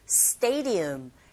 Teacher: D 사운드 자체가 르에 가깝게 들리게 되죠.